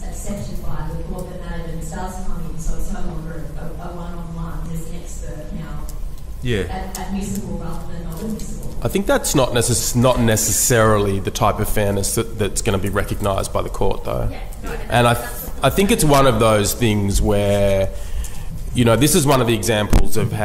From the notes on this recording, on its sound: This episode was recorded live at the 2022 reasonable cause conference. The conference provides continuing professional development units for hundreds of criminal lawyers each year.